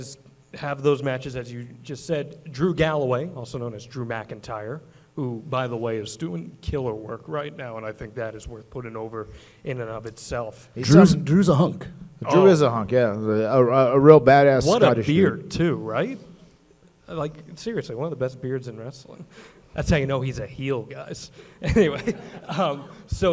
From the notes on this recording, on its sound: special live stage show at WrestleCade!